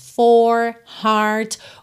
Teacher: o inglês americano costuma enrolar os R's · Term: R enrolado